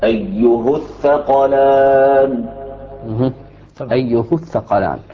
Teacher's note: على إتباع الهاء لما قبلها من الضم الذي قبلها لدى الوصل